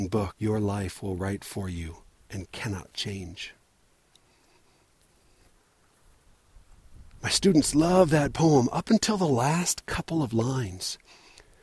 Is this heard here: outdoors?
yes